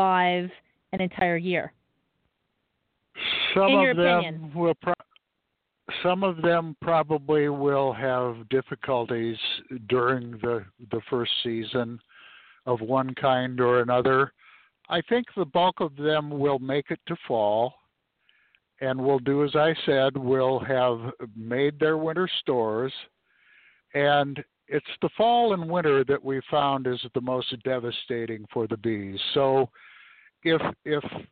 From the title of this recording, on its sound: Live From The Honey Bee Yard